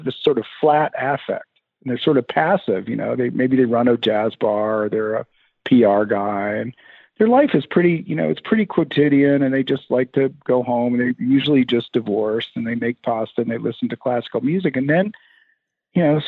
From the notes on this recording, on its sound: Jumped on the phone to talk with me. Joined me by phone, and the interview vastly improves after the first two minutes.